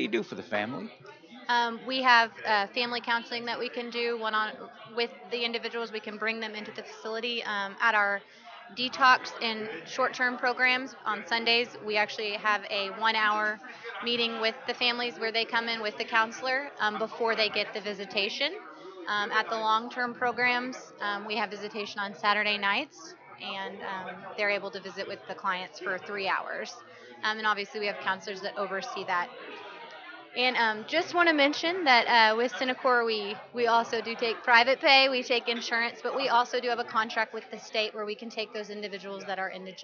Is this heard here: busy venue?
yes